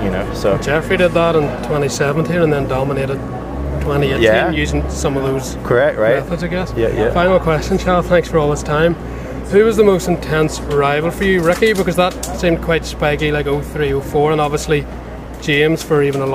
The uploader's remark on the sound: At the Paris supercross. There is some background noise.